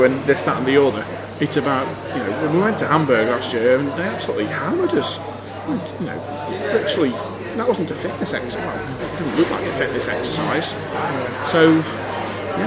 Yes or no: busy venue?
yes